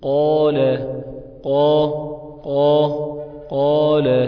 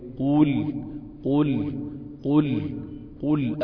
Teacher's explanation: لو القاف دي مفتوح تبقى في أعلى مراتب التفخيم · Shown in: first take · Term: المفخم المفتوح